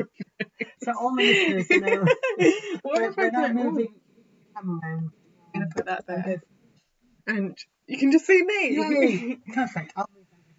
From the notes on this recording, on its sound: sorry poor sound quality